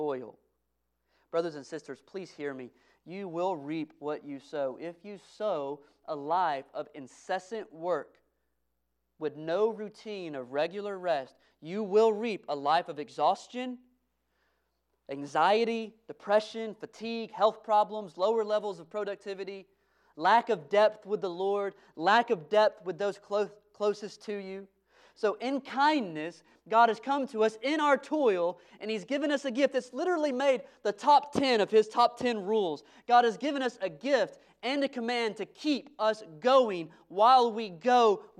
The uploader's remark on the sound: Sunday morning sermon audio from Preston Highlands Baptist Church.